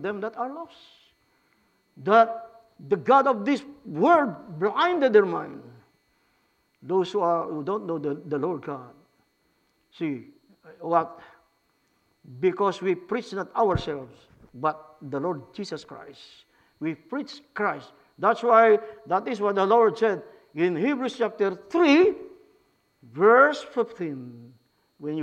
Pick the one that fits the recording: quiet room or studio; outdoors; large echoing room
large echoing room